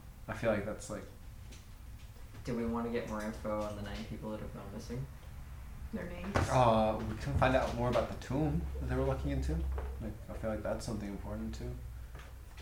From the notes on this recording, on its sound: We apologize in advance for any background noise. It was well over 100 degrees, and the air condition was necessary for everyone's health.